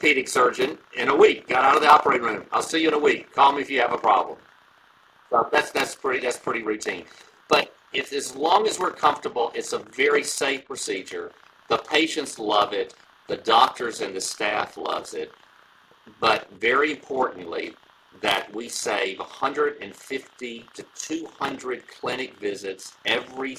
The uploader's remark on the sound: this episode has been impacted by technical difficulties.